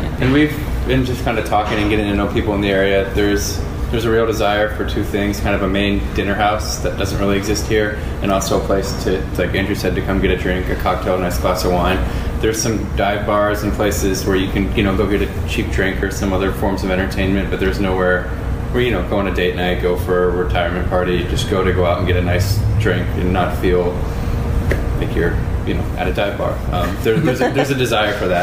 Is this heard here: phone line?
no